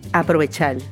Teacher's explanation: the R's are often pronounced like L's